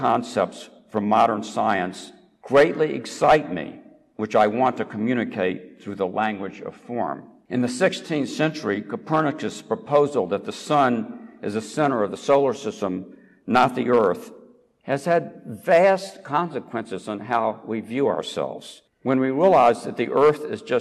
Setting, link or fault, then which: setting, large echoing room